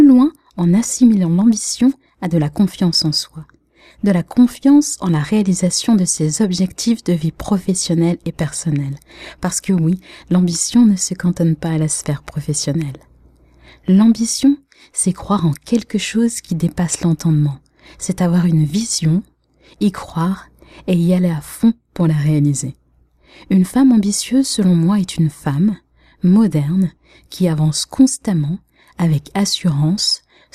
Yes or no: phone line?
no